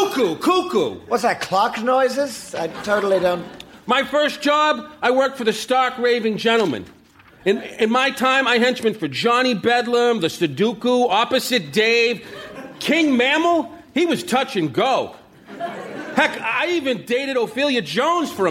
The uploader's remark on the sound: Recorded Live 12/3/2011 at Largo, Los Angeles.